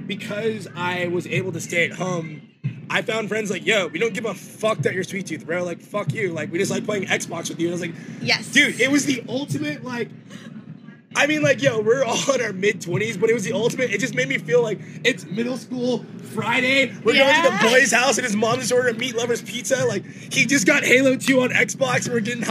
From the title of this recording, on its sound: Live from Forbidden Kingdom